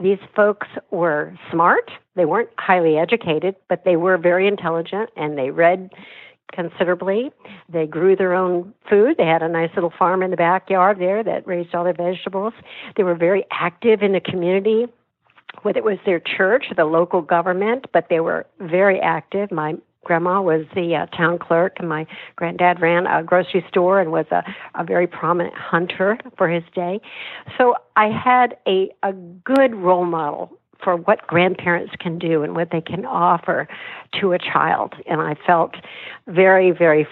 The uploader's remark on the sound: via internet phone